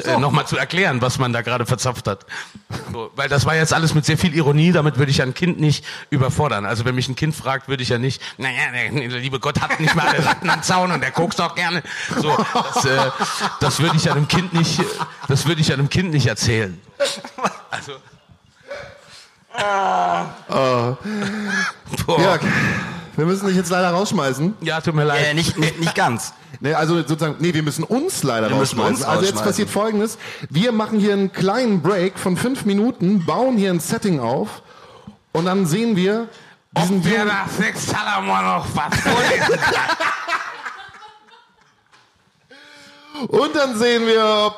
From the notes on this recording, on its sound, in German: Diese Folge ist/war Podcast und Livestream in einem Gelöt. Wir haben für euch die Live-Show vom 30 Oktober aufgezeichnet. Das ist jetzt von der Qualität leider so halbschön, aber dafür wird sehr oft und herzlich gelacht.